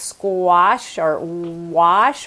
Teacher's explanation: the vowel in those words, the vowel in wash, had more lip rounding in colonial times. So it'd be more like squash or wash with a rounder lips.